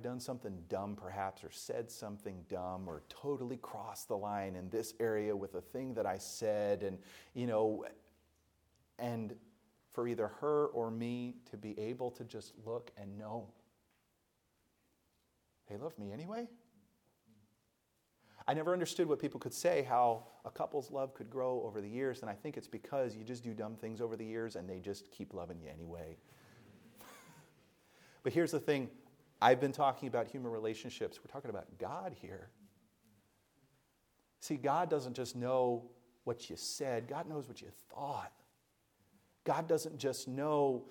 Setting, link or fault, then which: setting, large echoing room